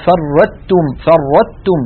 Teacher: بتاء مشددة لا يبقى للطاء أثر